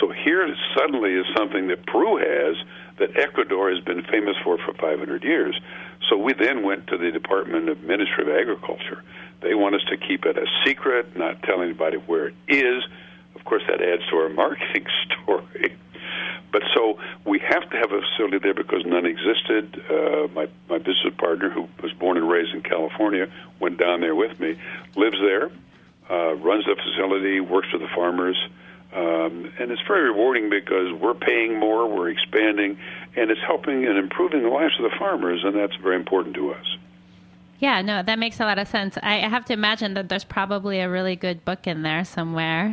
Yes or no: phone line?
yes